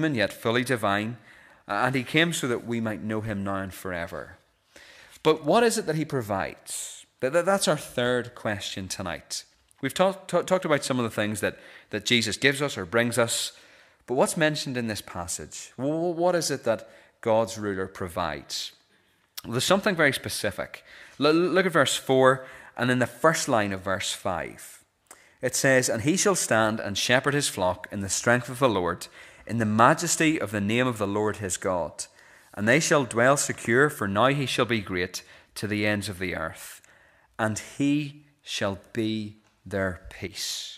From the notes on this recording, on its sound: This is the recording of the Bible reading and sermon from our evening service on Sunday 17th December 2023.